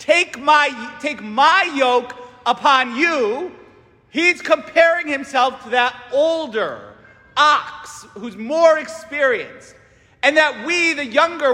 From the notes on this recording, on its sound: St Francis Catholic parish homily